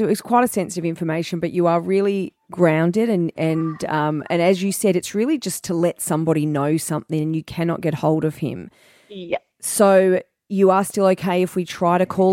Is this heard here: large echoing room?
no